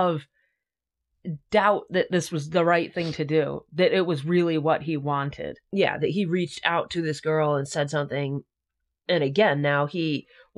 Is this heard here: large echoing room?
no